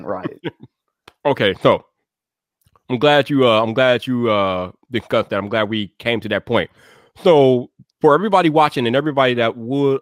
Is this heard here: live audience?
no